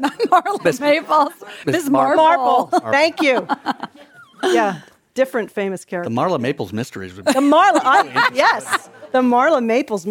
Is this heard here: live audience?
yes